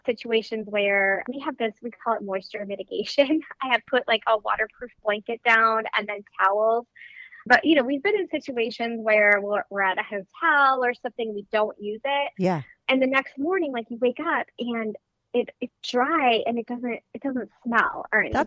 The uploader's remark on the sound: she called in to talk all about it